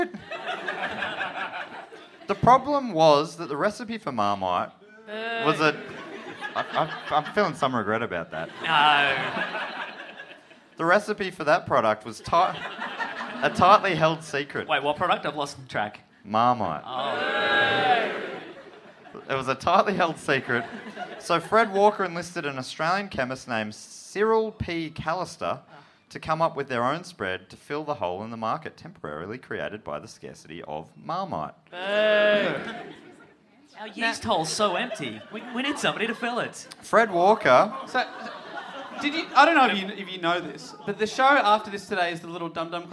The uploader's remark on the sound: This episode was recorded live at the European Bier Cafe for the Melbourne International Comedy Festival.